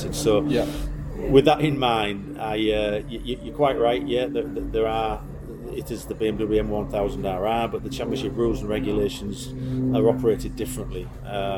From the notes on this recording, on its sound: A special interview show from the recent World Superbike round at Donington Park in the UK. Pre-race weekend media day.